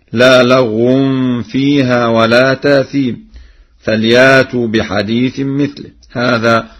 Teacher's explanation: أما رؤوس آي سورة النجم فإن ورشا يقللها جميعا، كما أنه يقرأ بنقل حركة الهمز إلى الساكن قبله في مثل: أم خلقوا من غير شيء أم هم الخالقون، أم خلقوا السماوات والأرض، إلى غير ذلك. كما أنه يقرأ بإبدال الهمز الساكن من جنس حركة ما قبله